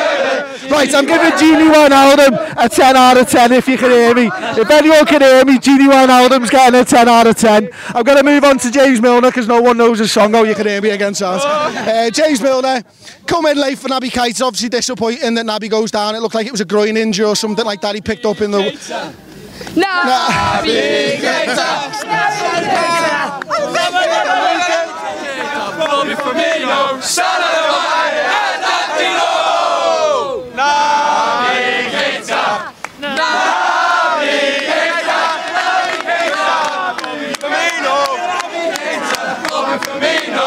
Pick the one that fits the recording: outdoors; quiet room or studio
outdoors